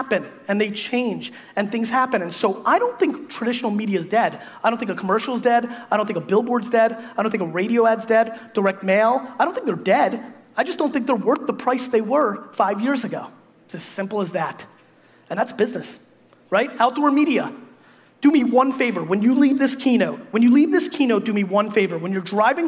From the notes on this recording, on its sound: Toronto 2014 Keynote. A keynote I gave at the Canadian Music Week Digital Media Summit.